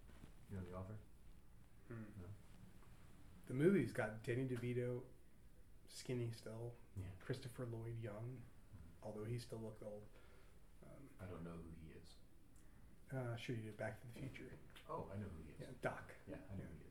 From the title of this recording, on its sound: hard to hear sorry